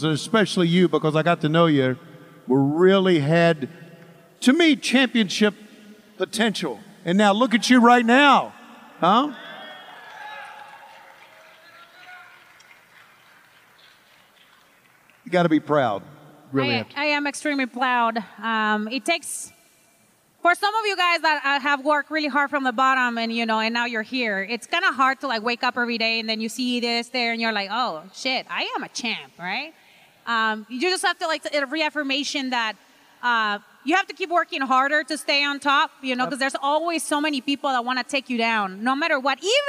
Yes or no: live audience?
yes